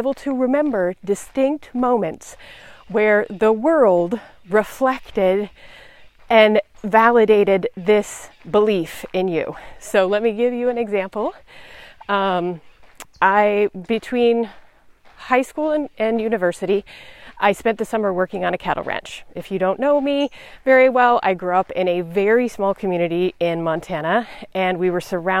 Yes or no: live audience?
no